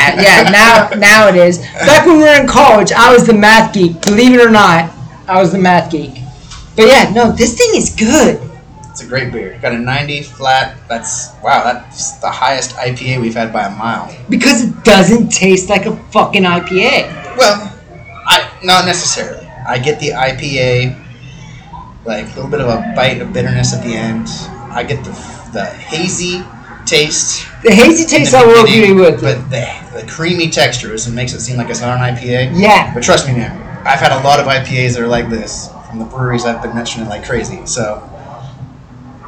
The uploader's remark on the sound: Lot of noise and terrible microphone!